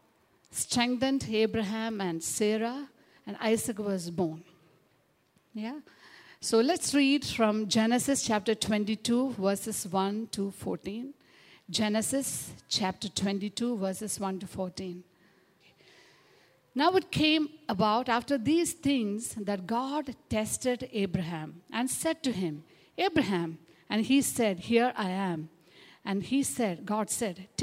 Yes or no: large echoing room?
yes